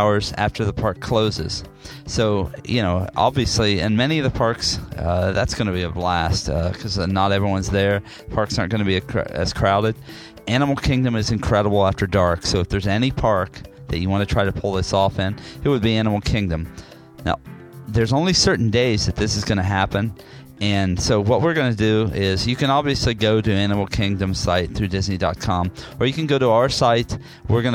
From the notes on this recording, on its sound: Listen to a ride through of the Kilimanjaro Safari ride as a bonus audio feature.